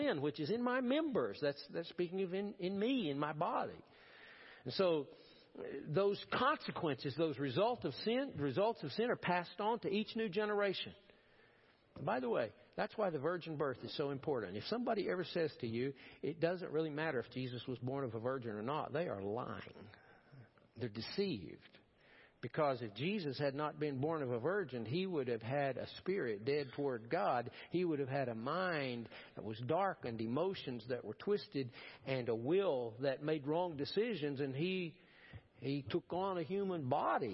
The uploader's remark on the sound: Preached at First Baptist Church of Powell.